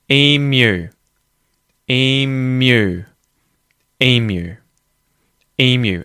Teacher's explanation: the y, y sound in between the consonant or the vowel sound and the vowel sound u. · Term: yod